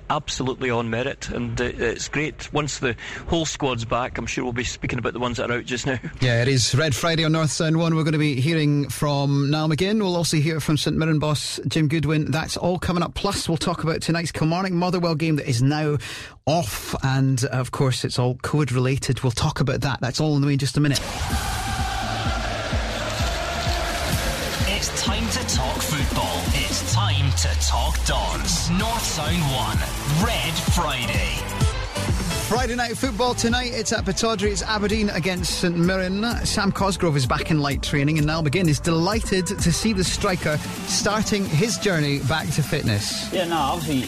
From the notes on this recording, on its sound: Friday night football under the floodlights. Live at Pittodrie ahead of kick-off.